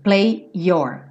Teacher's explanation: Ali no play your, a mesma coisa. Eu não vou me preocupar em fazer esse Y soar duas vezes.